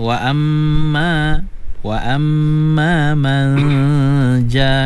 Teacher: nun mati bertemu dengan ja, wajib guna dua harakat